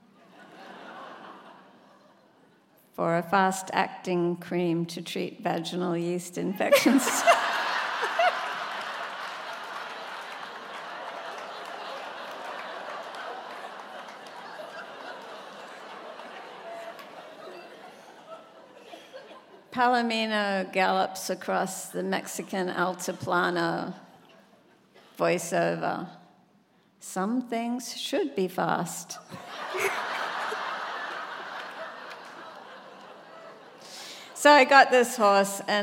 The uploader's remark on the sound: On stage at The Music Hall in Portsmouth. This conversation was recorded live.